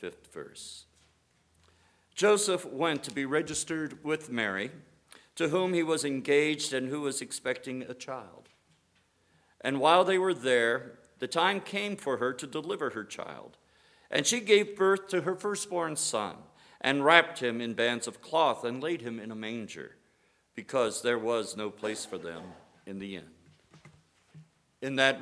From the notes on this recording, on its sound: Sermon from Christmas Eve Candlelight Service 2018. Today’s episode came from our worship service.